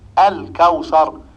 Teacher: اللام عليها سكون والكاف محركة بحركتها وتظهر اللام في النطق · Term: اللام القمرية